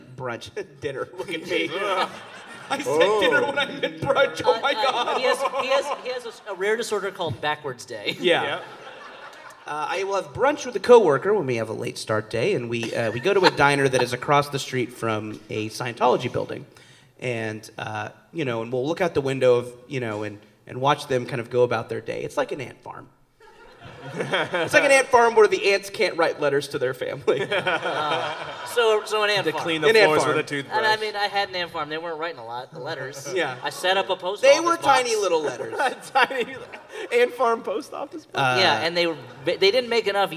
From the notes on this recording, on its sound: An elite group of podcasters gathered together in Chicago to create the most compelling podcast promos ever recorded in all of audio history. Recorded live from Very Very Fun Day in Chicago at Thalia Hall.